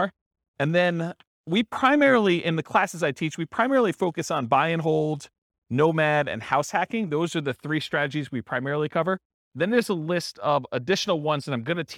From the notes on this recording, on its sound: This was a live class recorded